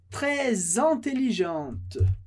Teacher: quando eu tenho uma palavra na sequência que começa com som de vogal, como intelligente, a gente pode fazer essa ligação, essa conexão, e fica très intelligente.